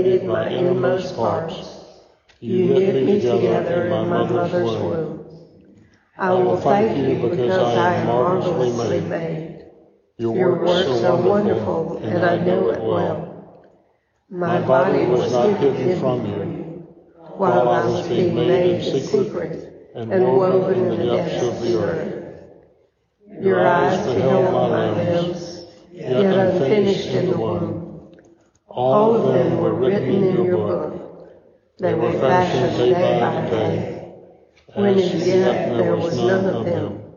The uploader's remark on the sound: A recording of the Vespers service at Christ Episcopal Church (Valdosta, Georgia)